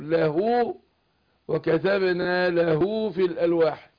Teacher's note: صله هاء الايه الضمير او هاء الكنايه، عشان وقعت بين متحركين. لما توقع هاء الضمير او هاء الكنايه دي بين متحركين وتكون مضمومه نوصلها بواو. يعني نشبع حركه الضم عشان تبقى ايه واو.